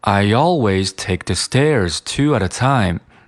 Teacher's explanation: Phil 把 always stairs 还有 at a time 进行一个音调升高的处理之后，这句话就变成了 I always take the stairs two at atime。那这样的话，整个语调就变成低高低高低高